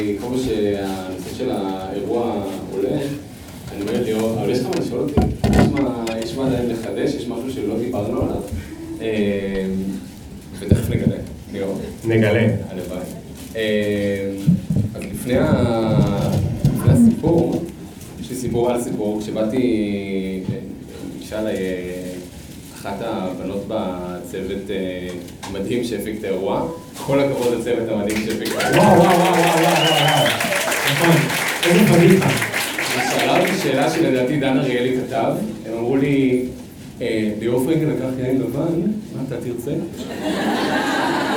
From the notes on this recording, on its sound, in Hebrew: נפגשנו לפופקורן לייב מול קהל חי ב-Rise תל אביב